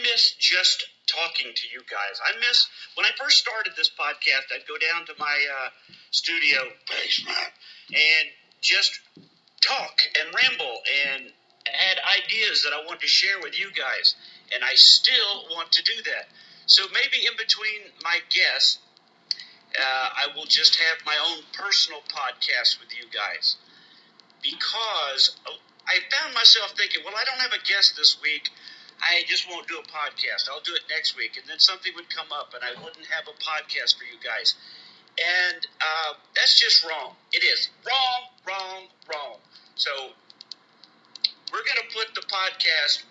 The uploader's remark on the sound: recorded from my phone in my car!